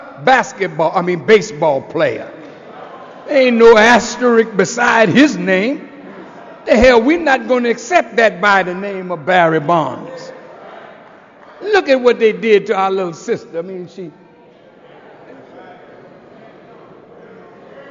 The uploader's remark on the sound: This podcast is an excerpt from a message by the same name delivered October 28, 2007 in Chicago, Illinois.